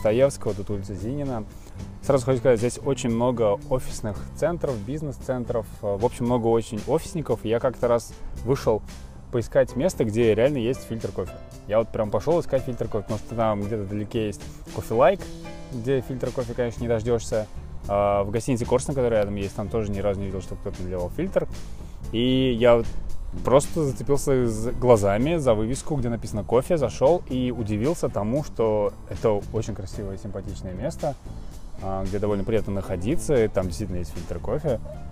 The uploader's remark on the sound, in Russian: Казань. В этот раз мы прошлись по шумной части города от улицы Калинина, вверх по Вишневского к парку им. Горького, а потом пешком дошли до Баумана.